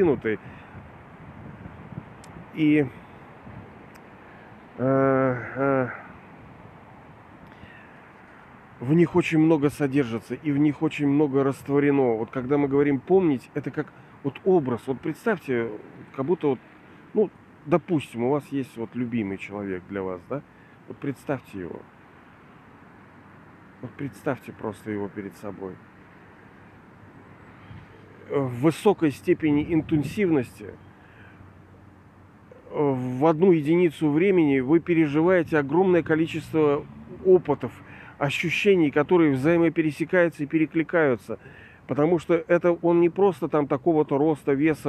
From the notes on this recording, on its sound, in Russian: Извиняюсь за качество записи, ветренновато бывало